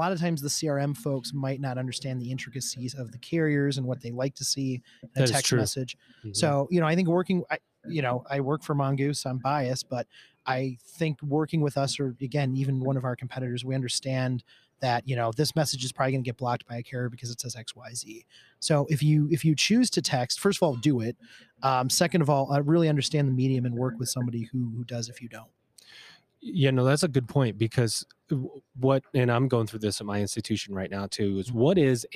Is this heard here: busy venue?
yes